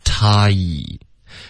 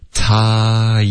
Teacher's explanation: 你一定要发一个他，然后滑到一个一，tie，你滑到一个一后呢，你的嘴唇才能合上，OK，所以这个前后的顺序非常重要，是它一三个步骤，发一个音节那么简单的一个字，三个步骤，大家可以试着跟我说，OK，time，把它融成一个滑动的动作，OK，连贯的 time，跟中文的这个 time 不一样，一定要注意这个区别，这个区别 · Term: 双元音 I